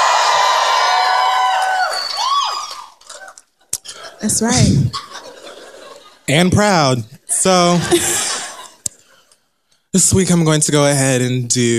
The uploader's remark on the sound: The Read Live From London